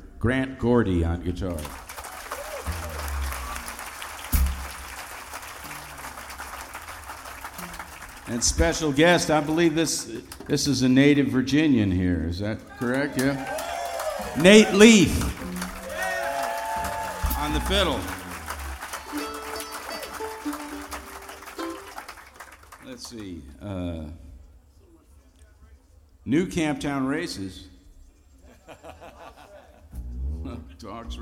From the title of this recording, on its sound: live at FloydFest X (2011)